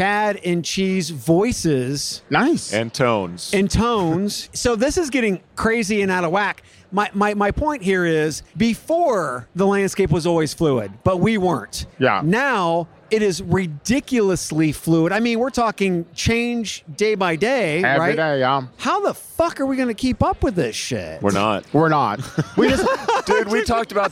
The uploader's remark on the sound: Live from UNLEASH America in the Workhuman booth